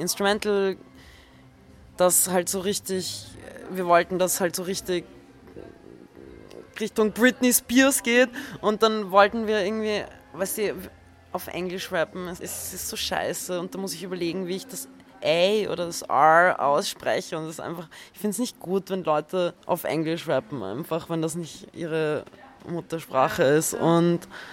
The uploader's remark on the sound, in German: Das Interview wurde auf dem FurtherFestival in Hamburg im November 2018 aufgezeichnet